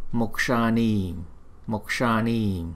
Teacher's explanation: Chữ S nè, chúng ta đọc từ trong cuốn họng chúng ta đọc ra, còn chữ Y này kéo dài một chút.